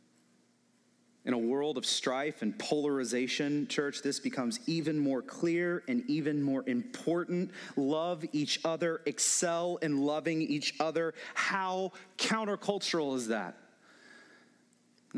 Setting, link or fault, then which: setting, large echoing room